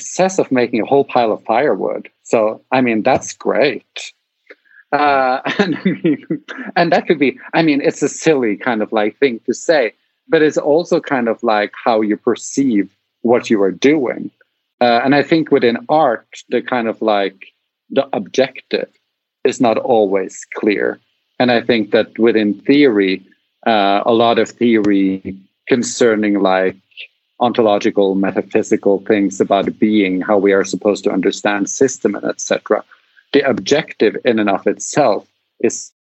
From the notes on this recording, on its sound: We met up. From the failures, errors, glitches and outtakes from our conversation here.